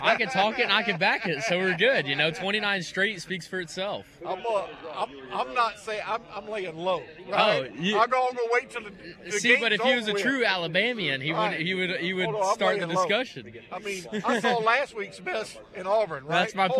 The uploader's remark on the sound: LIVE from Pensacola 5 Flags Speedway 56th Annual Snowball Derby Green Flag Party